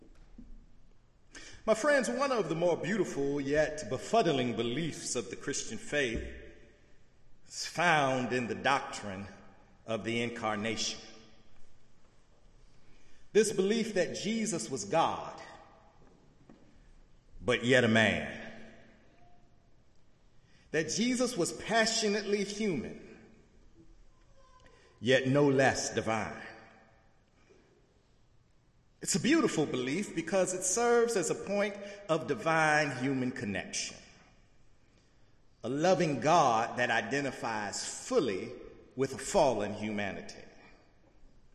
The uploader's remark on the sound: in the Memorial Church.